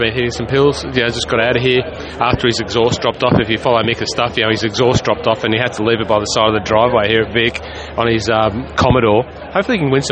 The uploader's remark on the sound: catch up live at the Aus Open from beside the 18th Green